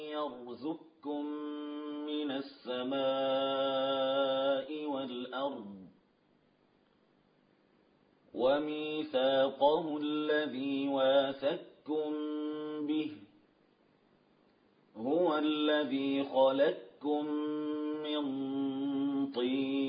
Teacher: يعني تسقط القاف في الكاف ذاتا وصفة لا يبقى للقاف أثر · Term: إدغاما كاملا